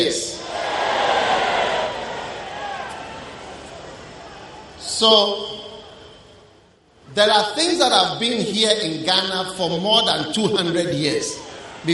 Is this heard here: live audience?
yes